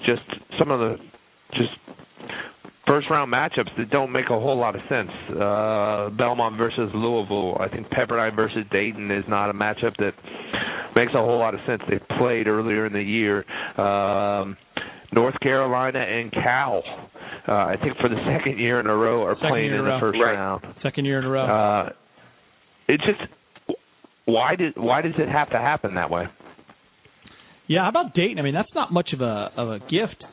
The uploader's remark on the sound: call